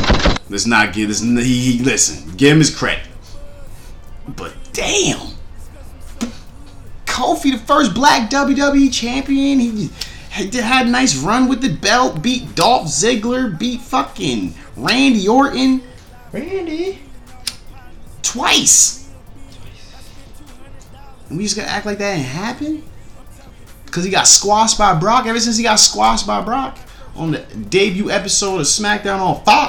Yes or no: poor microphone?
yes